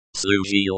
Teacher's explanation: Served, past tense, masculine, singular, pronounced like служил. Note the L sound at the end, it is a soft L.